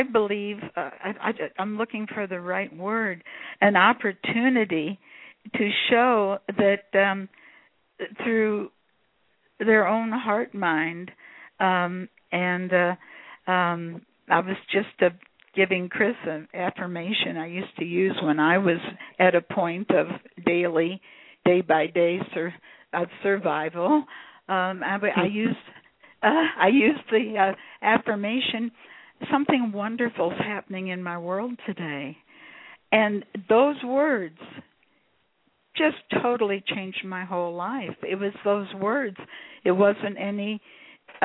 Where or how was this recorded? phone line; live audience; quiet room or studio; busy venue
phone line